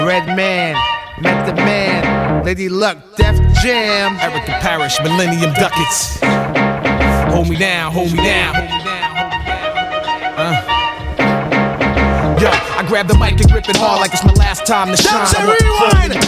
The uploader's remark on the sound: Live from 30 Years Of Hip-Hop at La Bellevilloise in Paris